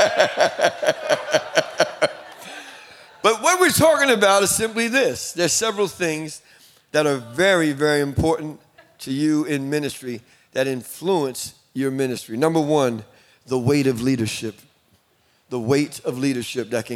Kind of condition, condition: setting, live audience